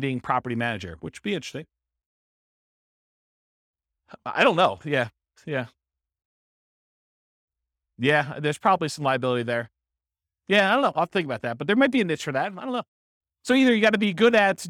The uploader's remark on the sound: This was a live class recorded